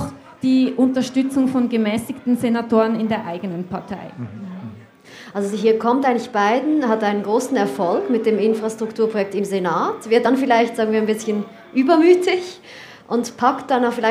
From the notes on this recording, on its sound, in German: Zum ersten Mal in einer Live-Aufzeichnung vor Publikum.